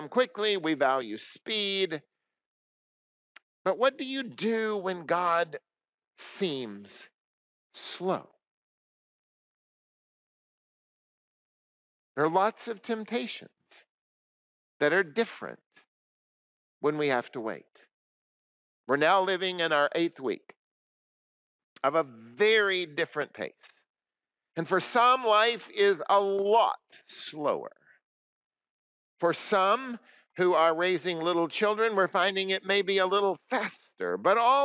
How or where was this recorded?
large echoing room